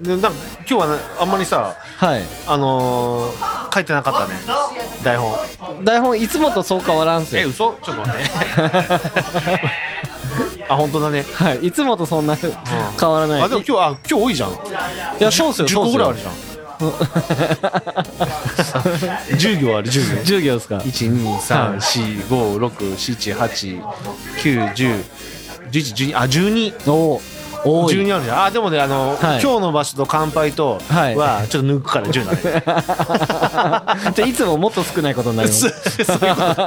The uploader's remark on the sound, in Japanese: 愛知県東海市を中心に、お酒を呑みながらおじさんが喋るラジオ。今回も、東海市富木島町、聖地「とんちんかん」で収録！！全国串まつり 当日の打ち上げに緊急参戦した様子もお届け！？